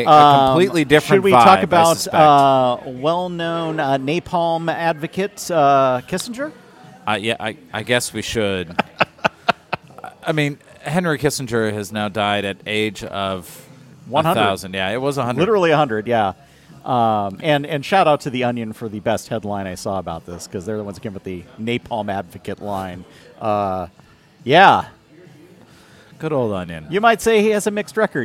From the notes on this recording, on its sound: On this episode recorded at Begyle Brewing